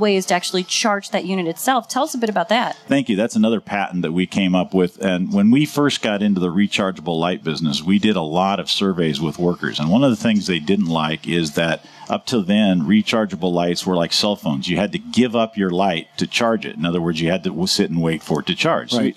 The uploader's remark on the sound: Live from the 2018 National Hardware Show